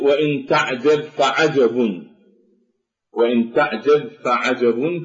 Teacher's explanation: فالباء من تعجب تدغم بالفاء من قوله تعالى فعجب، فتثنى هذه الباء في حرف الفاء. وإدغام الباء في حرف